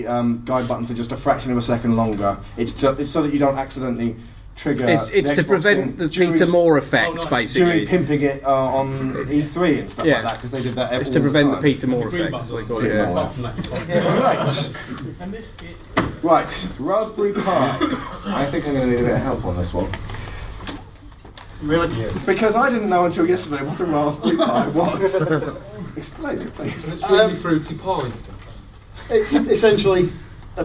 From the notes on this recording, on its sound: Gonzo Planet Expo 2012. This was live footage recorded at the first of four annual get-togethers we held for our community.